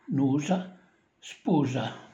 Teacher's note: La U ha suono lungo e chiuso.